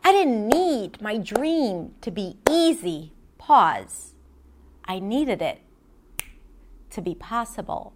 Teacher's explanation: there is this pause before the main point, before the key point here.